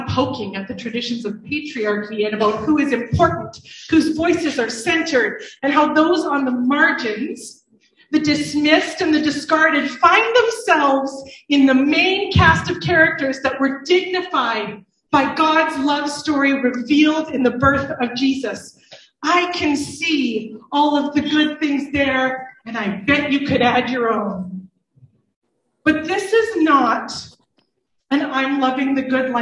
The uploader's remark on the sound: IN this live service